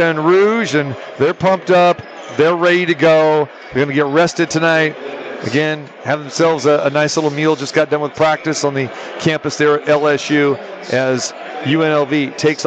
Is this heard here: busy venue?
yes